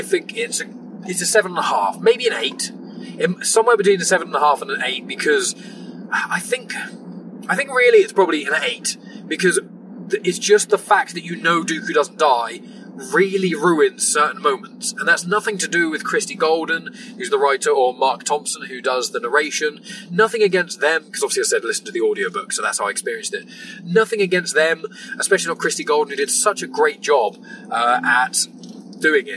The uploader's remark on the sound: Please also note this was recorded in a car so the quality isn't the usual standard!